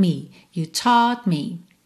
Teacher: You taught me. Sendo que esse último T, nesse caso aqui da música, nem vai aparecer de novo, porque a gente já tá seguindo pro me. Então, you taught me.